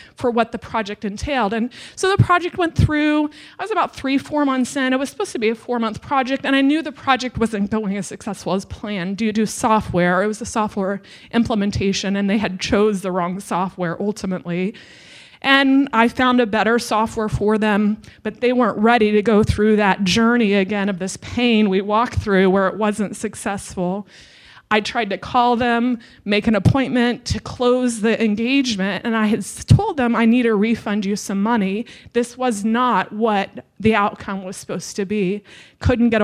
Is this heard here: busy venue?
yes